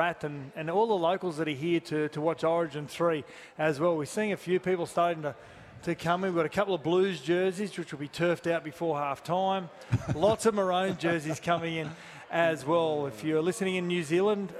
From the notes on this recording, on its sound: Live from The Sporting Globe in Logan